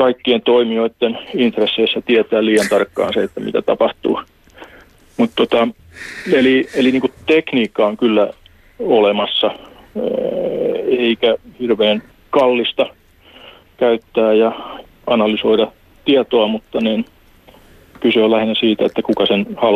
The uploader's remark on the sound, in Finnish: Puhelimessa on Tampereen teknillisen yliopiston elektroniikan ja tietoliikenteen professori.